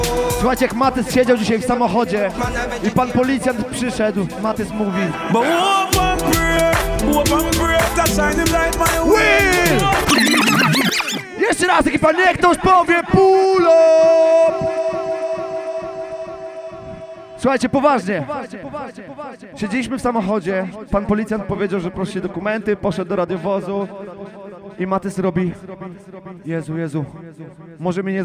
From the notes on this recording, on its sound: Live Audio from Full A Vibe Saturday juggling night in Toruń [PL], August 2020